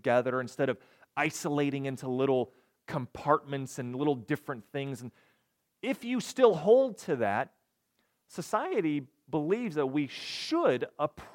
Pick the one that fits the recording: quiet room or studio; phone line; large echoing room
large echoing room